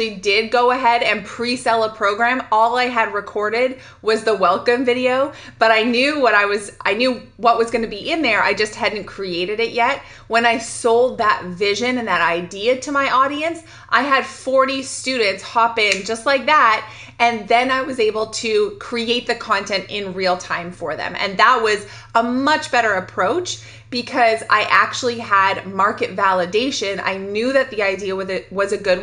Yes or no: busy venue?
no